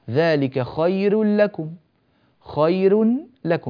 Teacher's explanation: راء مضمومة مسبوقة بياء لينية فرققنا الراء، لم نقل خير وإنما قلنا خير بهذه الطريقة.